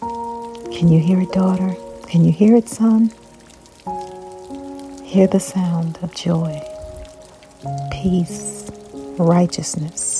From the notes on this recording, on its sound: Can you hear the sound of rain?